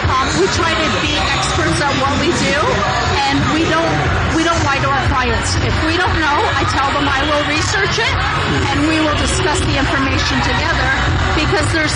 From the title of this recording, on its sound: Modern Bride Show LIVE on Location